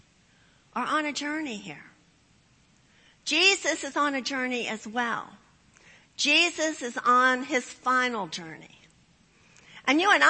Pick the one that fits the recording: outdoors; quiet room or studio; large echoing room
large echoing room